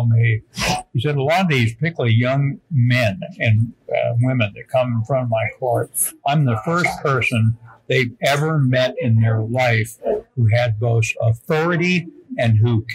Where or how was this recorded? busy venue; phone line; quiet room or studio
busy venue